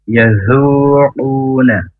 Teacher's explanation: makhrajnya ujung lidah ke ujung gigi atas, tidak nempel ya, tidak nempel. Zu, maka desisan yang halus ya, tidak seperti huruf Z atau Z, tapi zu. · Term: huruf zal